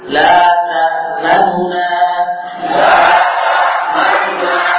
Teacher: Nun lebih singkat, lebih pendek dari satu harokat.